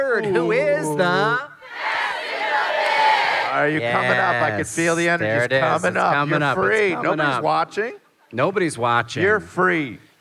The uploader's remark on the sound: Live from Atlanta. Live podcast in Atlanta!